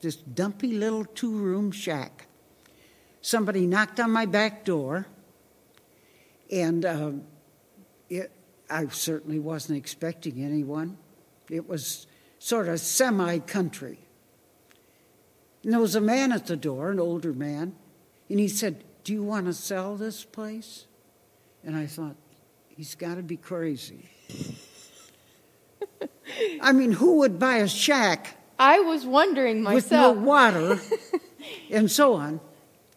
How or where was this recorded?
large echoing room